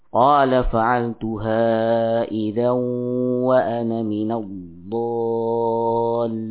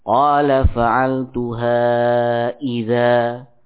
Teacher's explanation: nun sukun pada kata idzan ya hanya terlafadzkan tatkala kita wasal · Shown in: first take